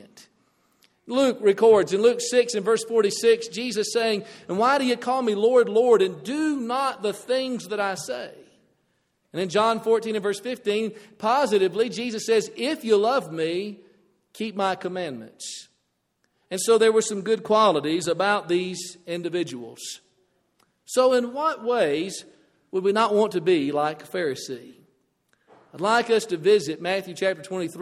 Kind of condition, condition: setting, large echoing room